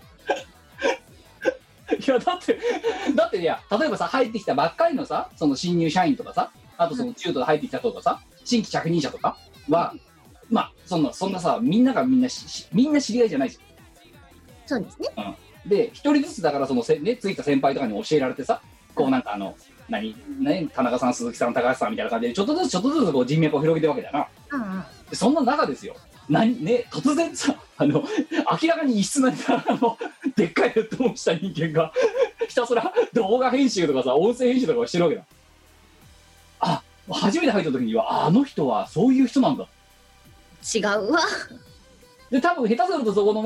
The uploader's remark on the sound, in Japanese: 本番組はリモート収録です。収録時環境の影響により、聴き取り辛い部分があります。